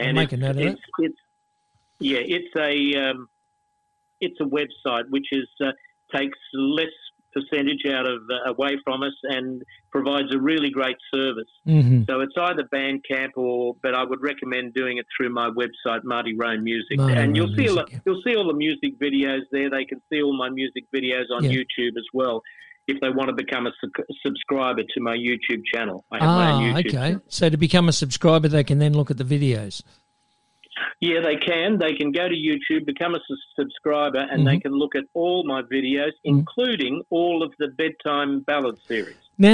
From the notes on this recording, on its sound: Phone Interview